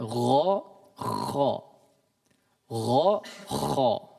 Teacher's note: Sama, mereka dikeluarkan dari tenggorokan bagian atas.